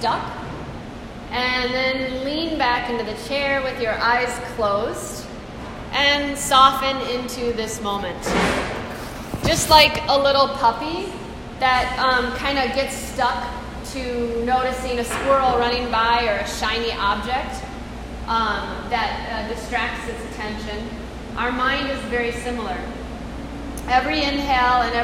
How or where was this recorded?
live audience